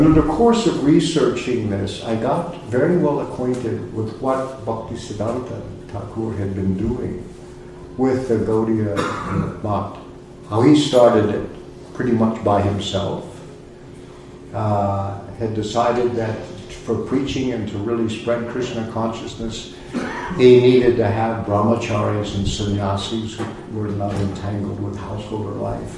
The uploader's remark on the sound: A Sunday Feast lecture at ISKCON of Philadelphia